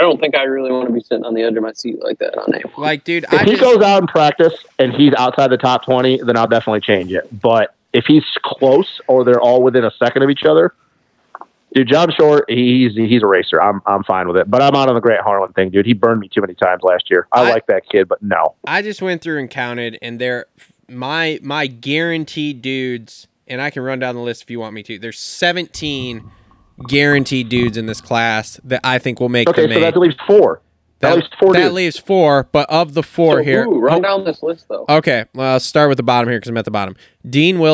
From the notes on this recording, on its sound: The guys get on the phone